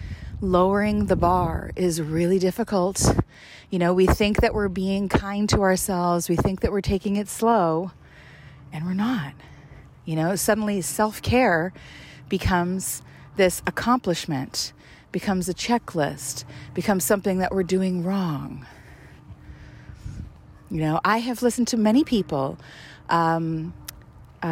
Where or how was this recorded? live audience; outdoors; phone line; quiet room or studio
outdoors